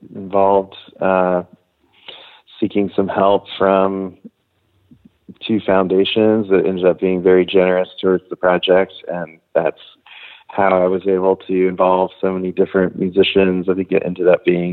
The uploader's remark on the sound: talks on the phone